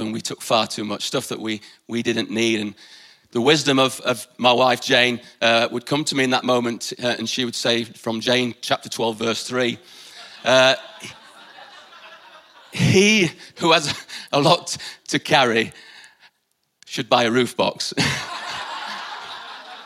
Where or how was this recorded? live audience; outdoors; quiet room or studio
live audience